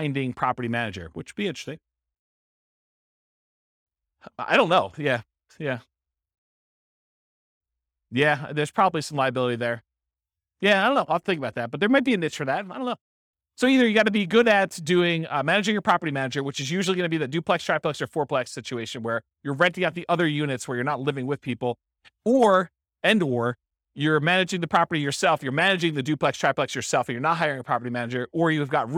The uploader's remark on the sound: This was a live class recorded